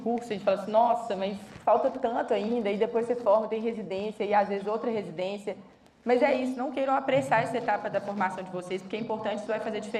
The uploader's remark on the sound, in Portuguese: Gravado ao vivo no XII Congresso SAMMG.